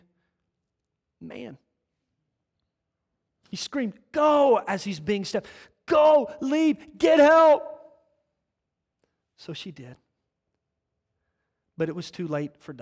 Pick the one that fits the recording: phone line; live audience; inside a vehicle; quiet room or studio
live audience